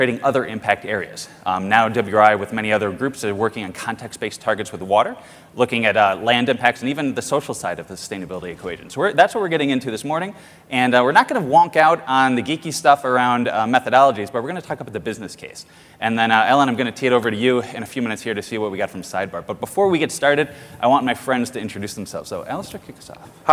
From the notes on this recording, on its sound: The best of live interviews from GreenBiz events.